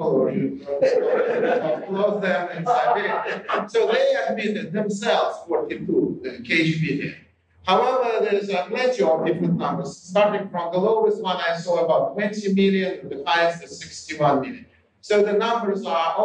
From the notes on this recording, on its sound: Original Youtube (low quality audio).